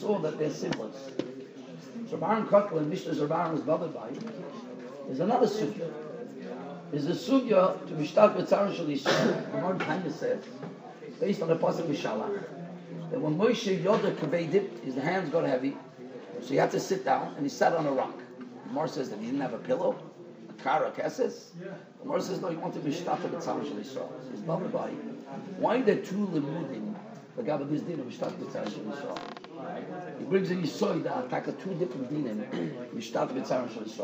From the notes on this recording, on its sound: Shiur recorded in Yeshivas Ohr Reuven, Monsey, NY.